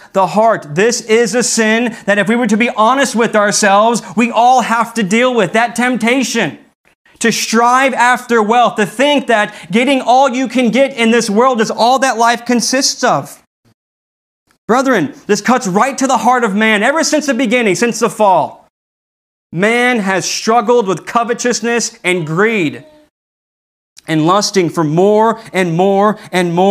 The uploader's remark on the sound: This message was delivered on January 17th, 2021 at Redeemer Community Church.